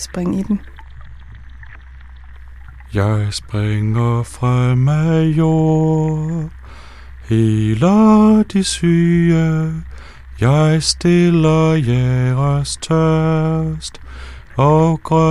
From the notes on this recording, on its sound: The first of five afternoon broadcasts from the biennial for sound and listening, Struer Tracks, recorded live in a caravan on the town square of Struer in West Jutland, Denmark. Mostly in Danish, some parts in English, the sounds are universal.